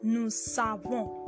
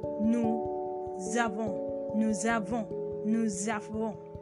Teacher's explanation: you can hear the Z sound in between. · Shown in: second take